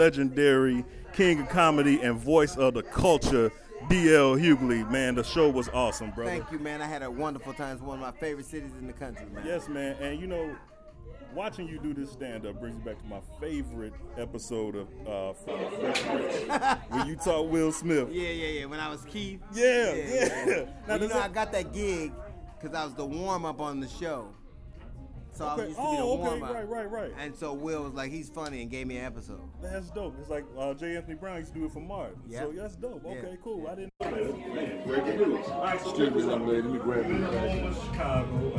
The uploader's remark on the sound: We were backstage after one of his shows. Audio was distorted because we were backstage in his dressing room with a lot of alcohol and guests sorry.